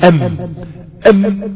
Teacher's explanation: فالجزء الشفوي لا يجري معه الصوت. الصوت لا يجري مع الجزء الشفوي في حرف الميم